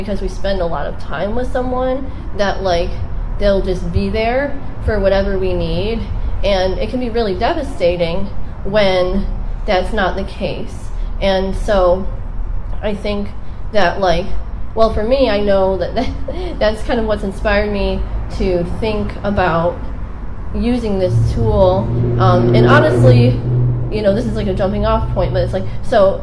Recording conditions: outdoors